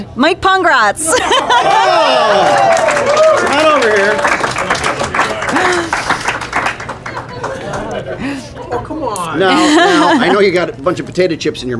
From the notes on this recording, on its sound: Live from Faffcon 6; San Antonio, TX. Guest-hosts in front of a live audience. We want to thank everyone both on the show and in the live audience!